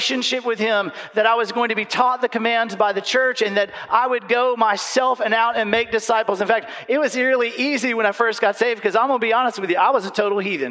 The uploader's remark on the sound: recorded live Sunday at Covenant